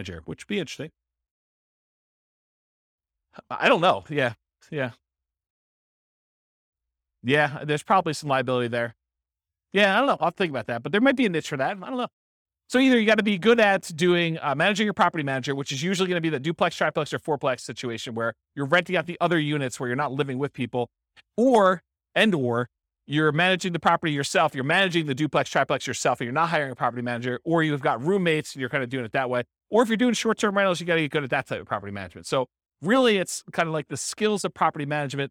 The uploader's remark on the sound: This was a live class recorded